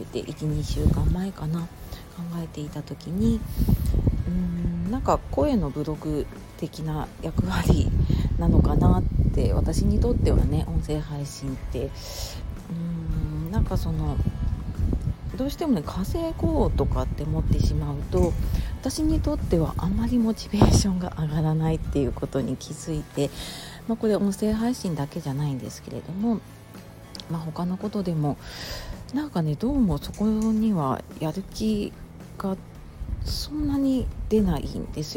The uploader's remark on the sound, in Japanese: 外収録で風の音がうるさかったですね、お聞き苦しくてすみません